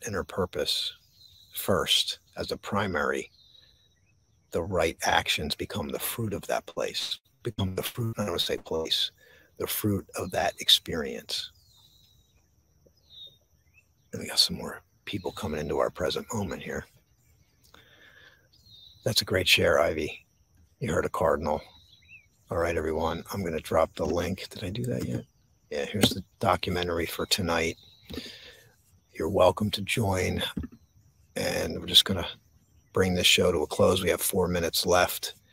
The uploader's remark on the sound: This Episode originally streamed live on location at Arney's Mount Trails - Columbus NJ. The audio from this podcast was taken directly from this live stream.